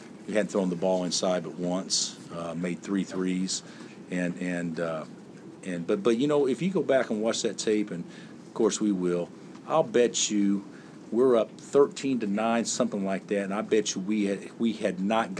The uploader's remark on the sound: Press Conferences & Post-Game Interviews